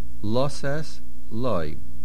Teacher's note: There's a segal under the suf. The main accent is on the lamed.